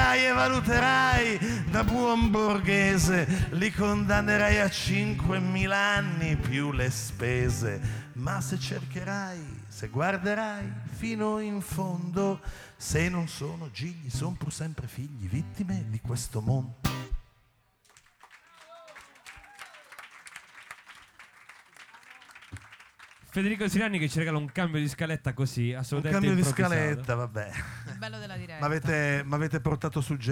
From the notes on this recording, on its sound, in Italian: Na Cosetta, Roma. LiveFolkRadioShow. Live Streaming - THE ROOST.